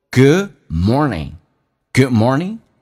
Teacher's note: 你要记住 more,重度卷舌，同时那个 in 是发两遍，前后都发。你看 more,你已经发了一遍，你又发了一遍，叫 morning。